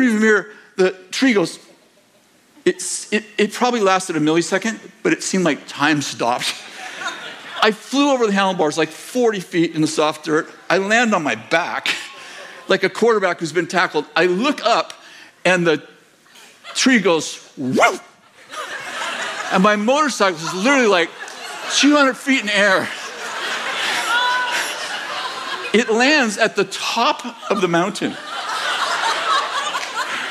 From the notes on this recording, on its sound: In this sermon from November 26th, 2023, at Bethel Church in Redding, CA